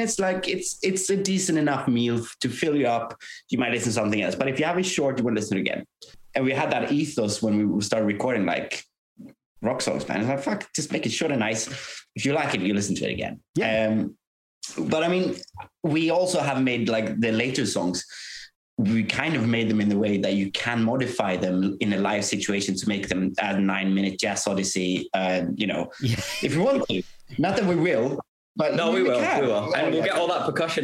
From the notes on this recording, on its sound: We had some timing issues with Zoom. There’s some interesting edits in here.